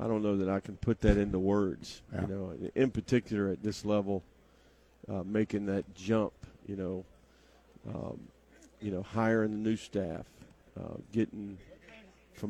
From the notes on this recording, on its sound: LIVE from Pro Day